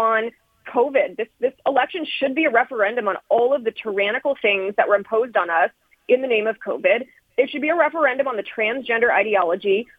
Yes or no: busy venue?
no